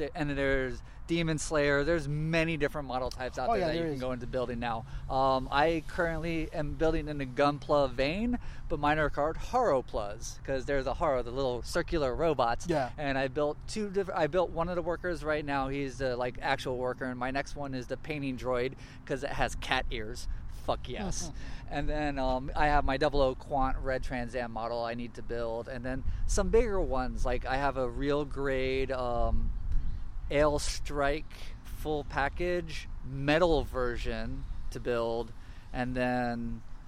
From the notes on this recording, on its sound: met up to record a new episode at El Dorado Park